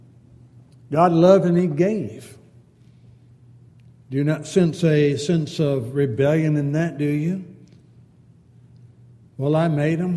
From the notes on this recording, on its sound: Downtown Church Of Christ Audio Sermon